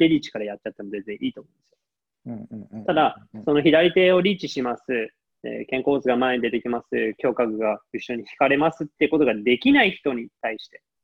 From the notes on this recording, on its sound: While staying at home. Q&A zoom session by PRI Japan Faculty.